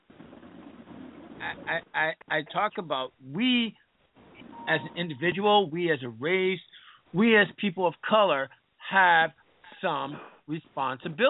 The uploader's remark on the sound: This is a Live call in show.